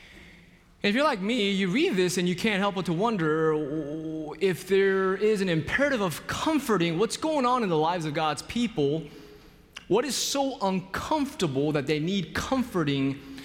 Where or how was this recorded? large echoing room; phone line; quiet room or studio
large echoing room